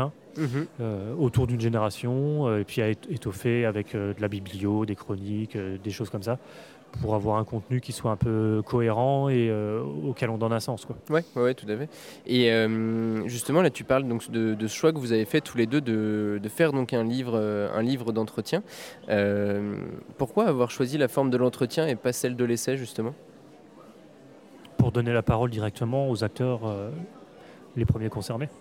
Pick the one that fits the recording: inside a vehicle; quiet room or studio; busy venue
busy venue